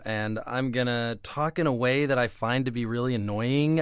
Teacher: I'm using UpTalk. It's where I end even simple declarative sentences with a higher intonation, as if they were questions.